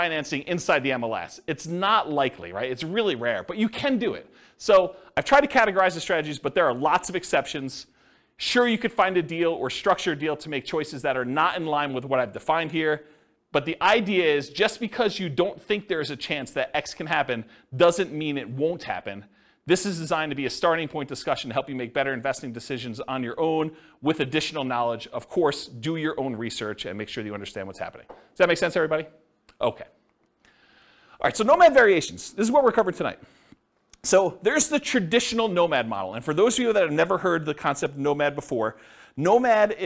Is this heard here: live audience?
yes